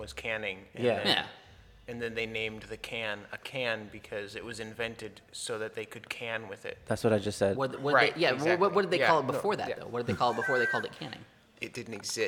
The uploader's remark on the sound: Recorded at Wildman Gastro Pub in Olympia Wa! Enjoy some good audio texture and so much more!